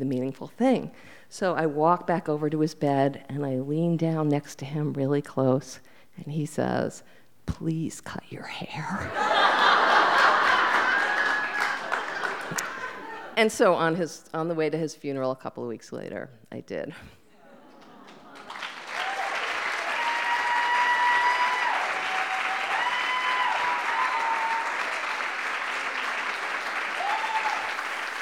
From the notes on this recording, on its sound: This event was recorded in front of live audience on August 15h at Wellfleet Preservation Hall in Cape Cod, Massachusetts.